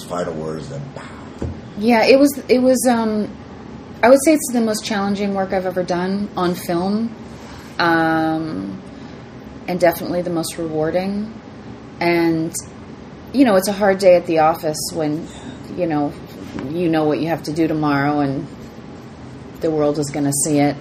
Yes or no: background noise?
yes